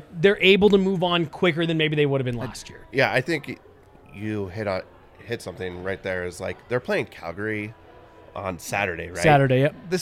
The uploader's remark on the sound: come to you LIVE from the DNVR Bar